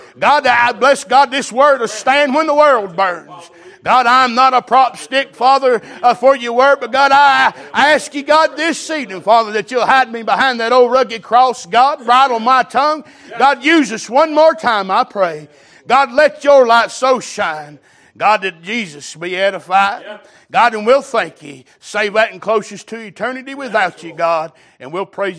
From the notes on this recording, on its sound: Recorded December 31, 2022 - Watchnight Service